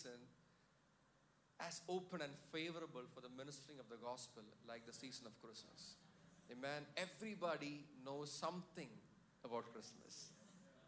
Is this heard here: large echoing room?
yes